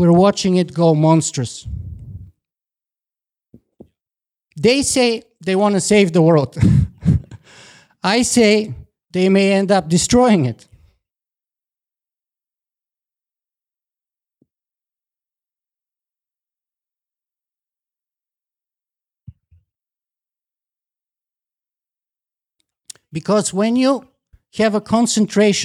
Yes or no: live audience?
yes